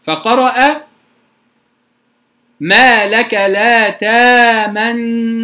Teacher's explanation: فأدغمه إدغاما محضا بغير إشمام ولا روم، وانفرد عن القراء العشرة بذلك، فقرأ ما لك لا تامنا. · Term: الادغام المحض